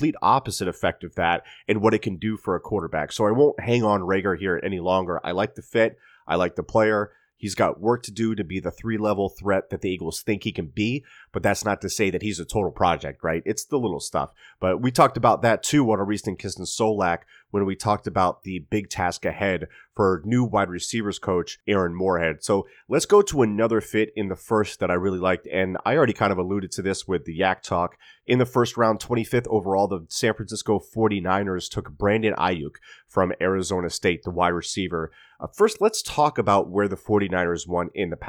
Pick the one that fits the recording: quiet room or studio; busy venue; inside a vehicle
quiet room or studio